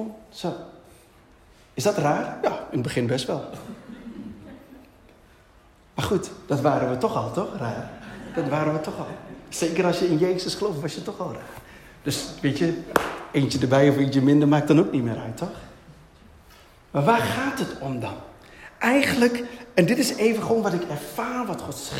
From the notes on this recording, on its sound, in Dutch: Deze preek is opgenomen tijdens de eredienst van Christus Centraal Zwolle te Zwolle.